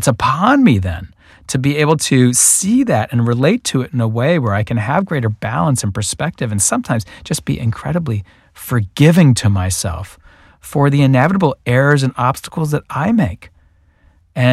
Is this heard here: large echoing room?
no